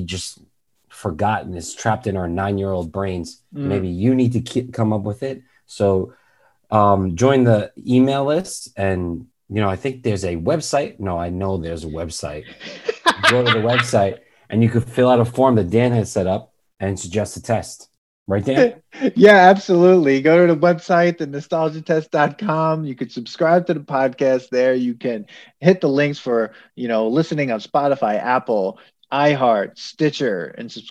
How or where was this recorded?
video call